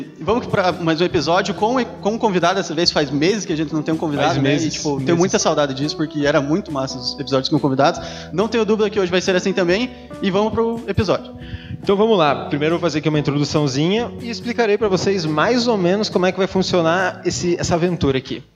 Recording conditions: busy venue